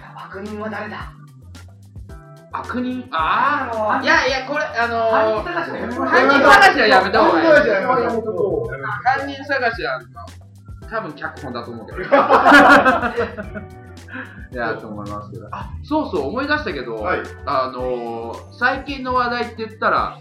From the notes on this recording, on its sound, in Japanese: 初回につき音声のバラつきは大目に見てくださいませ。